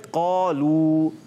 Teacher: قالو، قا موٹا ہو جائے گا، اس کا الف بھی موٹا ہو جائے گا